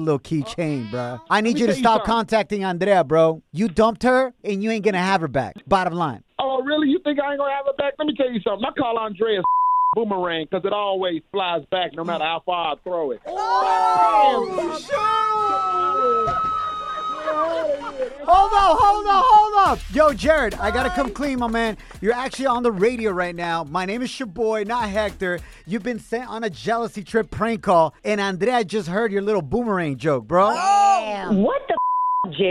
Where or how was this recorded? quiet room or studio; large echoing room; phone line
phone line